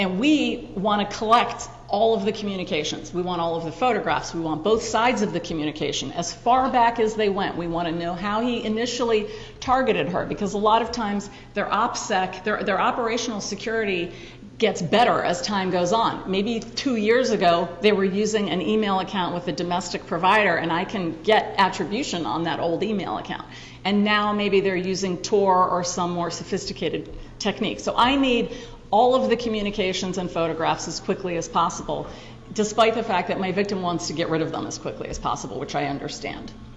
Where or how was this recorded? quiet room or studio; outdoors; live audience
live audience